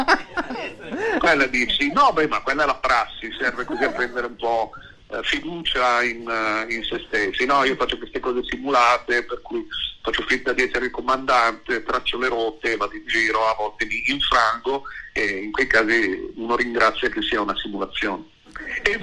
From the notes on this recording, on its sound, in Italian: Solo per 5' al telefono. Live dal GhePensiMi di Milano.